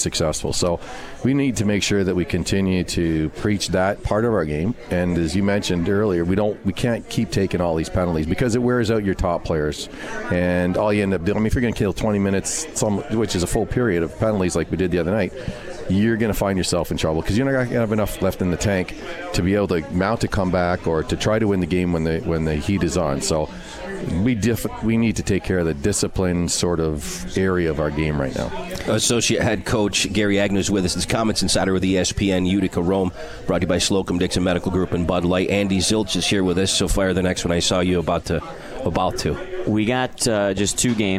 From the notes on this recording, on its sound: Comets Insider live from Swifty's.